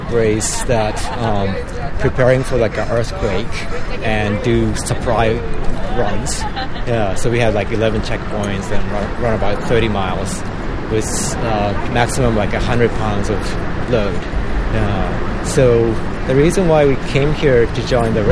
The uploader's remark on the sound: attended the ride and caught some audio from the event